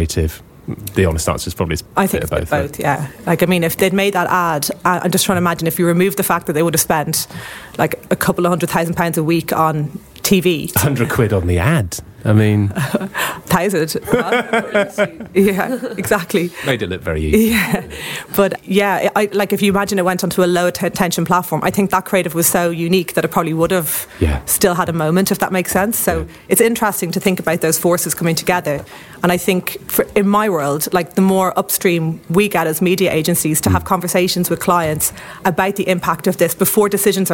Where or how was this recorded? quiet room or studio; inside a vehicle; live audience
live audience